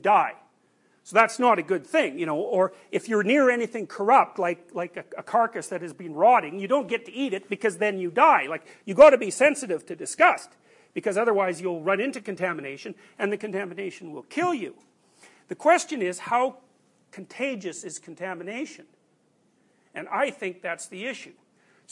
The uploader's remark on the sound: These recordings are from his class Personality & Its Transformations.